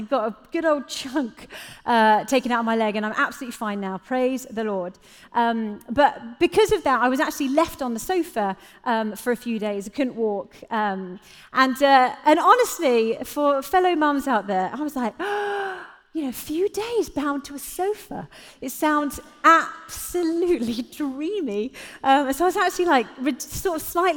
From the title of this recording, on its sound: Live at The Orchard Conference 2022